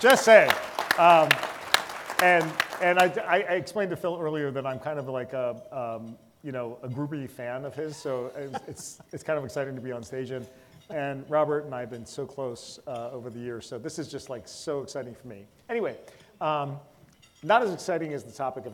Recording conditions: live audience